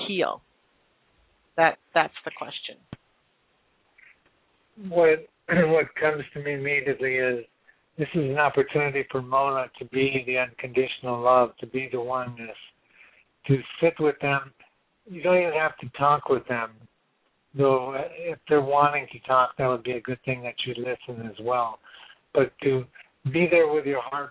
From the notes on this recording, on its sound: She is currently living in California and will be joining us via phone.